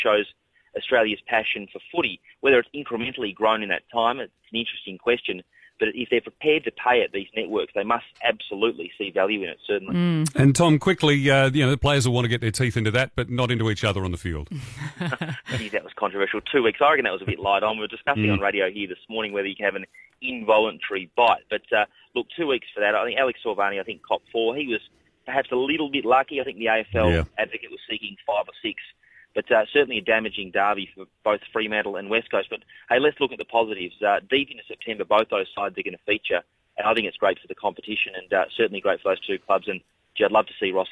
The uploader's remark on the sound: on the phone